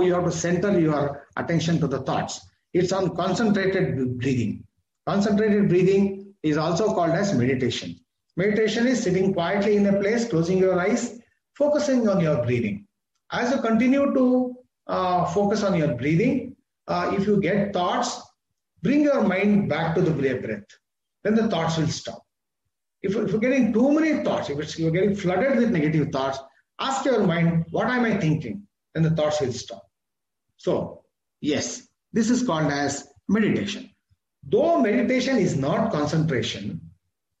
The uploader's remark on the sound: This is audio recording of my webinar.